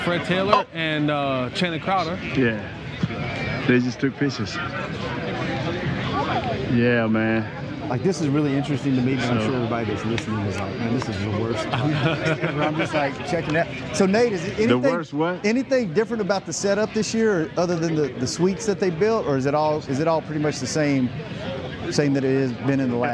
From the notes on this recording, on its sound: Joins the show live from Dallas Cowboys Training Camp in Oxnard, CA - just in time for the first padded practice of camp.